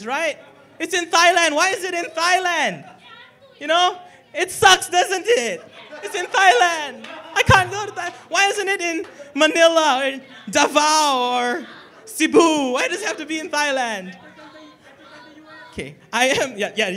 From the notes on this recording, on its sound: recorded during PHPonyCon at the Megatrade Conference Centre in Manila, The Philippines on 16 October 2016